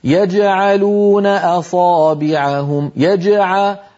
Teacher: أقلقل الجيم وأنتقل مباشرة إلى حرف العين. فإذا حرف القلقلة لما يكون بعده شيء حروف أخرى فإنه يكون مقلقلا، لكن درجة الوضوح تكون أقل بقليل مما لو كان حرف القلقلة موقوفا عليه.